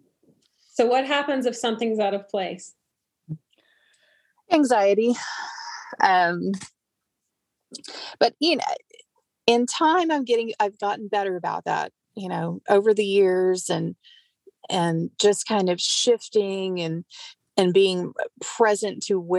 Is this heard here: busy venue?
no